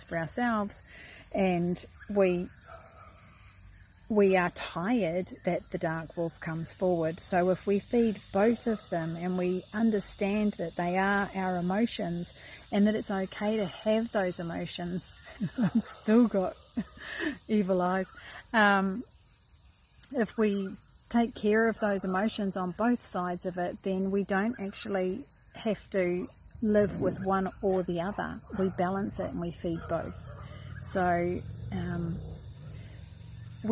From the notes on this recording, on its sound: Don't mind the huffing Rottweiler bouncing around in the background or my distraction of the red reflecting in the video as I did this live.